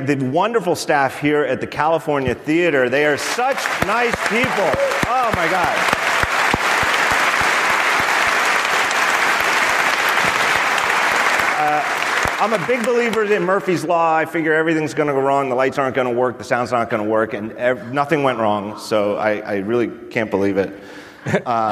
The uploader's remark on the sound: Recorded in front of a live audience at The California Theater in San Jose.